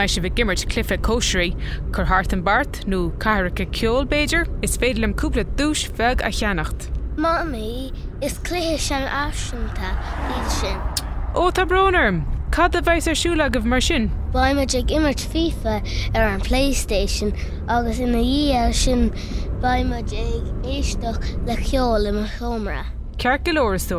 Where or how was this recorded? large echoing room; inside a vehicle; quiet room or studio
inside a vehicle